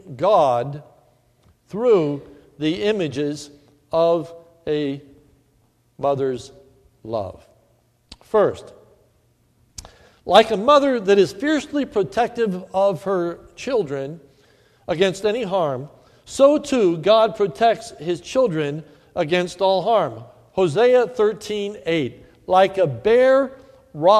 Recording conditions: large echoing room